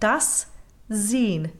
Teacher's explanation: While an S at the end of a word in German will always be unvoiced, an initial S in a word will generally be a voiced Z sound.